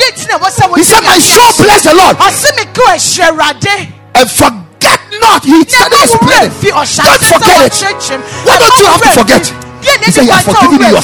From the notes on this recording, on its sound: Preached at the Ekklesia Campus